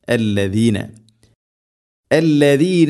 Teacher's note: ഇതാലുച്ചരിക്കുന്ന സമയത്ത് നാവിൻ്റെ അറ്റം മുൻപല്ലുകളുടെ ഇരുനിരകൾക്കിടയിലൂടെ അല്പം പുറത്തോട്ട് നിൽക്കണം.